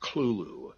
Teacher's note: The first syllable is pronounced gutturally and very thickly. The U is about like that in full, and the first syllable is not unlike klul, K-L-U-L, in sound.